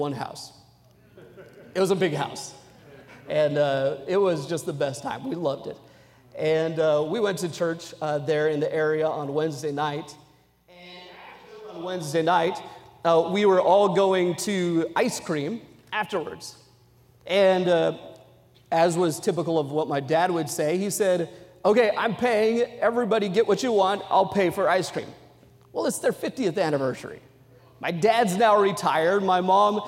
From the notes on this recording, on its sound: during the Sunday Evening service on August 20, 2023, at North Valley Baptist Church in Santa Clara, California